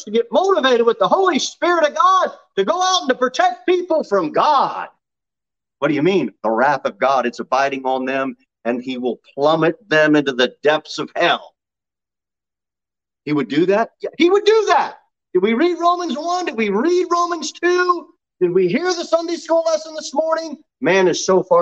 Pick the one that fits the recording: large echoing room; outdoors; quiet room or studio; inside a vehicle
large echoing room